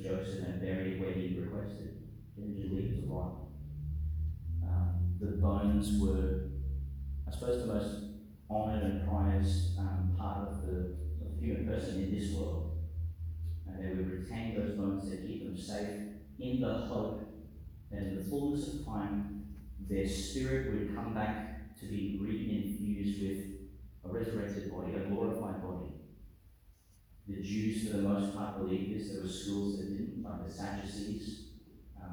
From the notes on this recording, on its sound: delivered at Our Lady Star of the Sea, Gladstone, Qld.